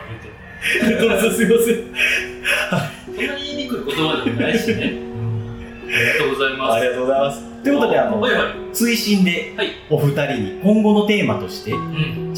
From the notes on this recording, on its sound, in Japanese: 録音環境が騒がしく編集・調整しておりますが、少し聞きずらい所がございます。